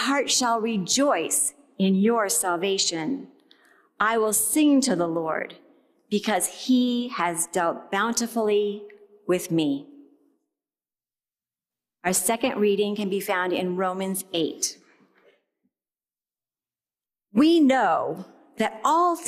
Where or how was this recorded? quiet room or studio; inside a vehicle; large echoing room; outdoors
large echoing room